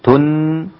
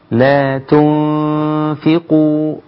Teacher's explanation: ها لا تنفقوا على انا لم اقل تن انما قلت تنفقوا تنفقوا تدخل مباشرة على مخرج الفاء لا تقول تن وتحاول ان تظهر النون لان النون هنا مخفاة · Shown in: second take · انا اخفتها. · Term: اخفاء مع الغنة